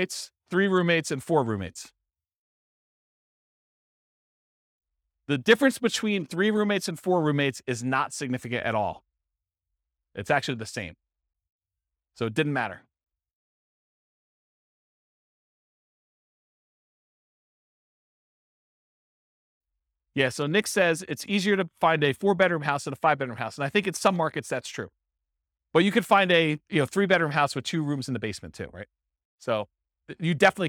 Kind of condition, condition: setting, live audience